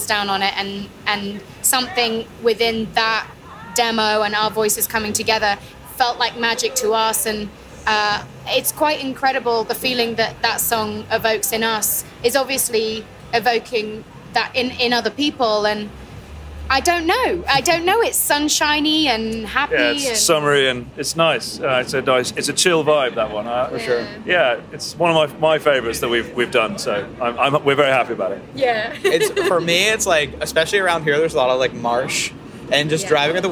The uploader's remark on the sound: Live from Levitate Music Festival. Live from the 10th Anniversary of Levitate Music Festival!